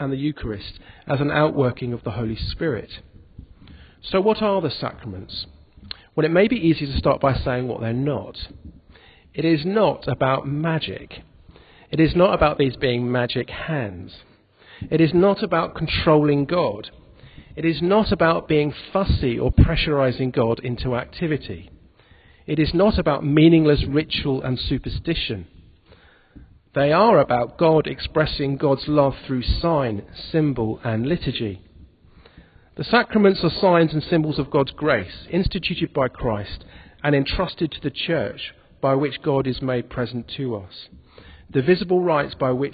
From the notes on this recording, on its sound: In this podcast recorded at the Moot Sunday Evening Eucharist at the Guild Church of St Mary Aldermary.